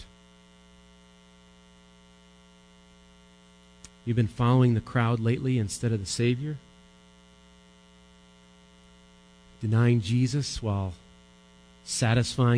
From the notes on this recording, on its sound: Recorded live at Bethany Bible Church